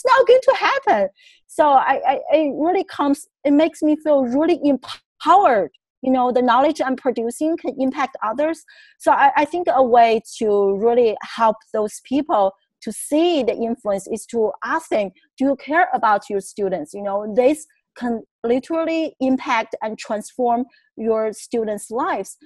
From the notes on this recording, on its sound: On this episode, I Zoom